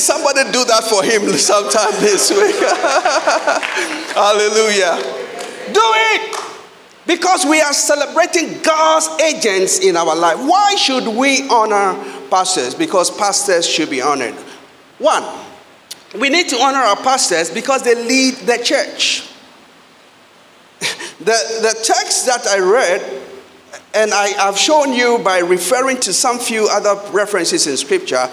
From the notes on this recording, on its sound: Sermon preached at CBC Shiashie Campus.